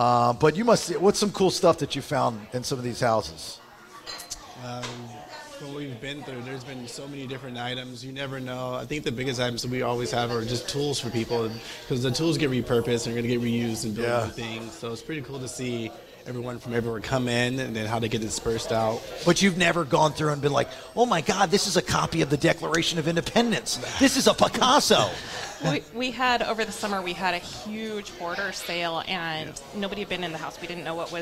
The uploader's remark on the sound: The Bailey show partnered with the amazing charity Lost But Not Forgotten and put on a live show at Four Score Coffee House. People from all over the city showed up.